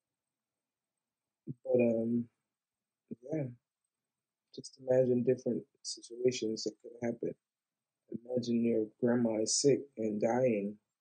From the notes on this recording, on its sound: I put a band aid on the audio wrenched it off and threw it on the table. My new microphone sucks, I do apologize.